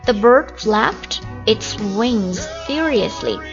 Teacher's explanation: 因为它的这个 ed 前面这个是发的是清辅音 p 音，所以这个 ed 呢发 t 音